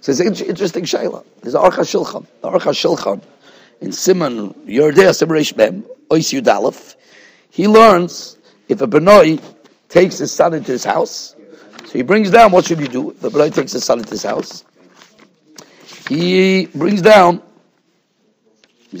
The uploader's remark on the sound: Shiur recorded in Yeshivas Ohr Reuven, Monsey, NY. Shiur given to Bais Medrash.